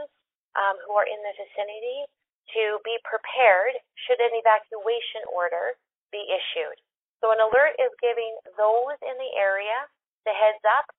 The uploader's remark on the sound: Wildfire Evacuation Information Telephone Town Hall. Albertans who are evacuated can attend telephone town halls with government and partner organizations to get updates and answers to their questions.